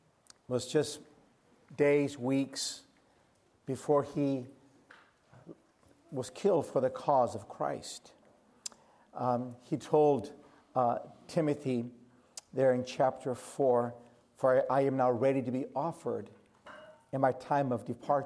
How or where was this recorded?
large echoing room